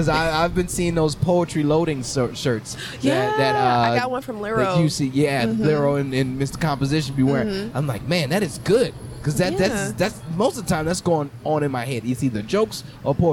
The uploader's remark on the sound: sitting outside Rudyards on a beautiful day